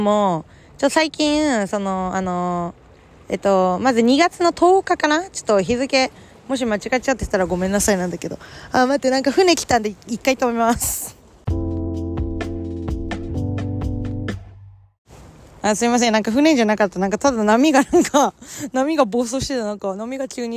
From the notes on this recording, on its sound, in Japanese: 今日は初の試みで海の近くで収録してみました。せっかく素敵な公園にいるので。